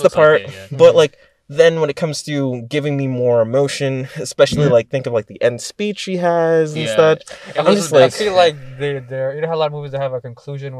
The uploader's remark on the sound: Brought to you from our car.